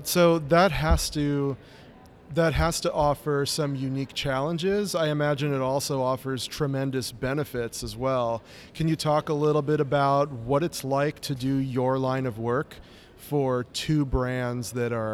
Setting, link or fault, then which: setting, busy venue